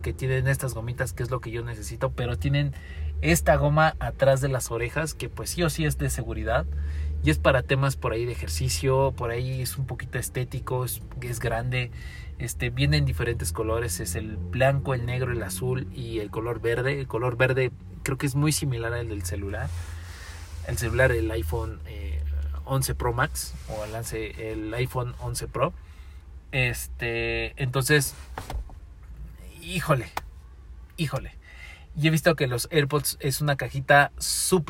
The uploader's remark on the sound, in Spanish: El formato de hoy fue grabado en un auto, no siempre las conversaciones buenas de dan en lugares tranquilos.